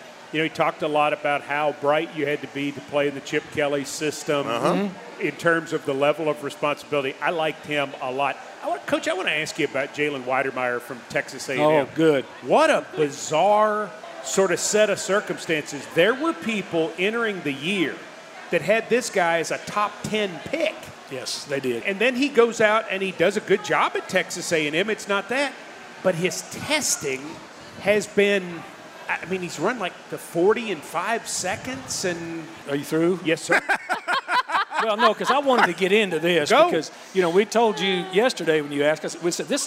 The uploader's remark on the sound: LIVE at Martin's Bar-B-Que in Downtown Nashville. As the OTP Live tour stops at Martin's Bar-B-Que in downtown Nashville.